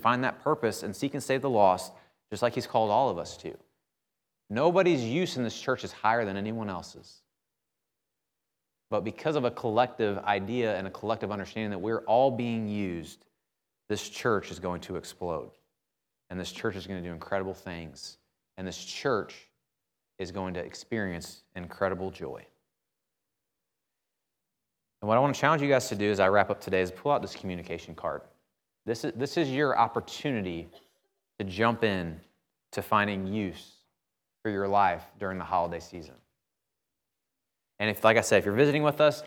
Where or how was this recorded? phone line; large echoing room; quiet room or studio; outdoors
large echoing room